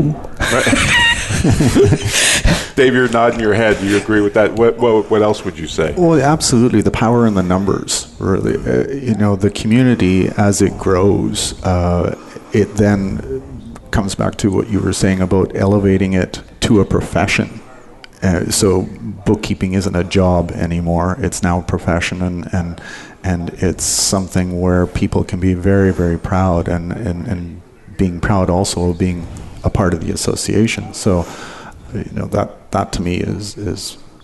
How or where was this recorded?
busy venue